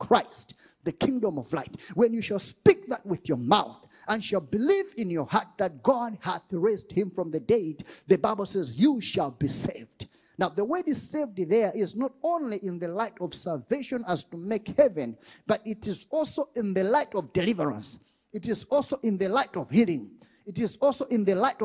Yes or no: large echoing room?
yes